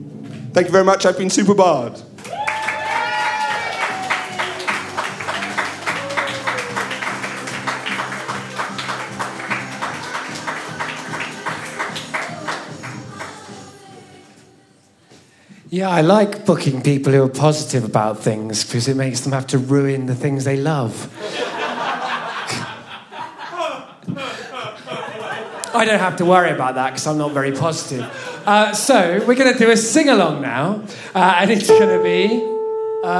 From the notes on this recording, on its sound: The third of three recordings from our Tragic Christmas live event which took place at the Dogstar in Brixton on the 12th December.